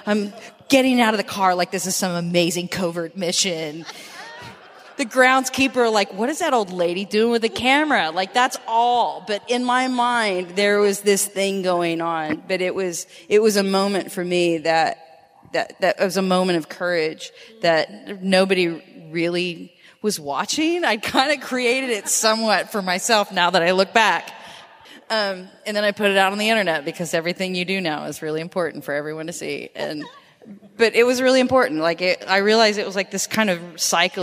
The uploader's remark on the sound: This long-form episode was recorded live from SpiritPride Vancouver in downtown Vancouver, BC, Canada.